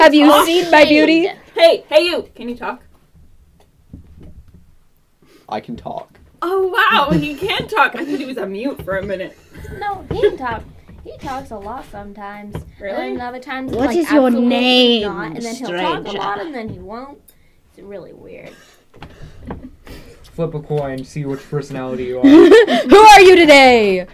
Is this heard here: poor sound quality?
yes